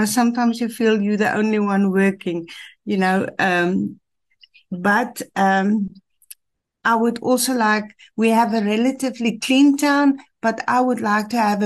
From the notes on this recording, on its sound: The Transformation Table Zoom Meeting 26 October 2023